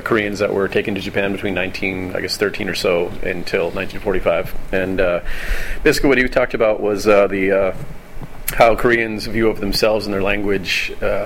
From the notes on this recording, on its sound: live from the AAS/ICAS (The Association for Asian Studies and the International Convention of Asia Scholars) Conference held in Honolulu